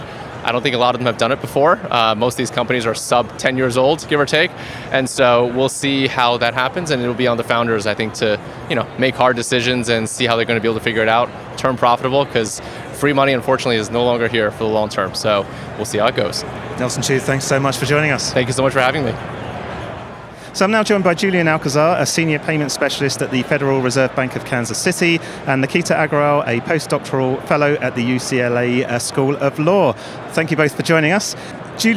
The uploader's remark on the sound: Money20/20 USA 2022. Recorded in partnership with Banking Circle at Money20/20 USA, that took place in Las Vegas. We recorded a series of interviews on the Banking Circle booth with a number of the speakers and attendees from the conference.